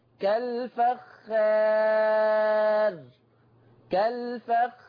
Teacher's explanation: أنت لما قللت الألف كان لازم عليك أنك ترقق الراء · Term: ترقيق الراء